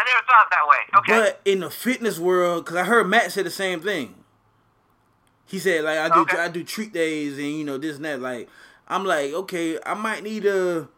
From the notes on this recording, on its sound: For my first phone conversation on the podcast